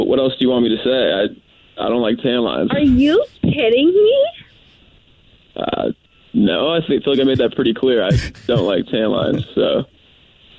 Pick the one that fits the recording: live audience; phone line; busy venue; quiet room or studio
phone line